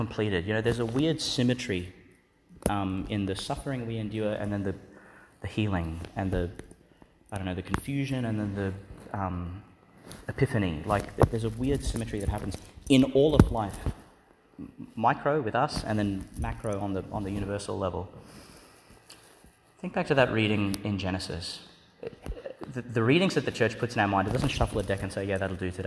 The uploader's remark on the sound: Homily for the Solemnity of the Immaculate Conception of the Blessed Virgin Mary, delivered in Duc in Altus Church, in Magdala's Chapel, Migdal, Israel.